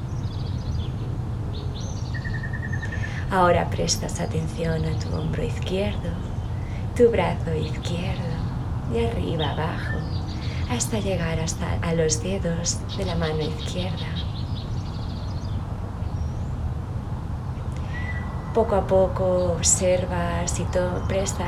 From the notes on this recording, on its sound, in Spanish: esta sesión está grabada en directo y desde mi jardín, así que el sonido no es 100% nítido